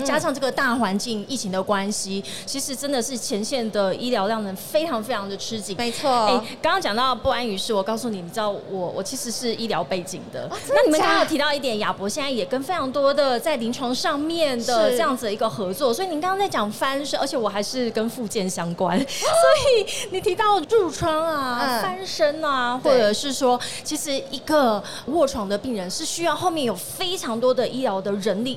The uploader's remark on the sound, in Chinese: 2022 Medical Taiwan台灣國際醫療暨健康照護展 -Live Podcast。